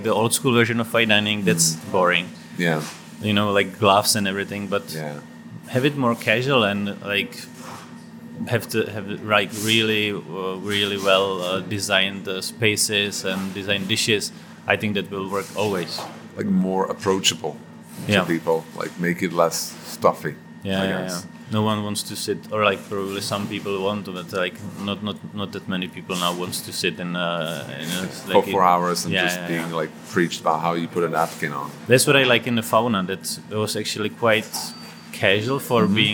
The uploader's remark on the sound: We recorded the interview in KRO Kitchen during the morning prep, so please excuse the noises in the background, especially in the beginning of the interview, as some technicians were repairing an air duct or something. Chatting about all this with the backdrop of the knives hitting the chopping board and breathing in the smells is truly magical.